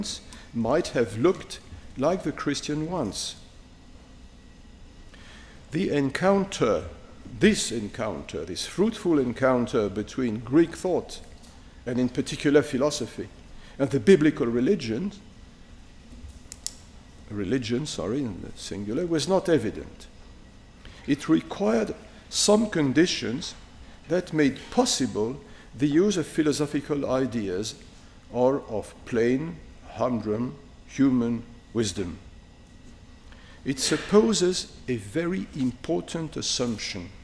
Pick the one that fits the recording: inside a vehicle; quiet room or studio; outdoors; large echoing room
large echoing room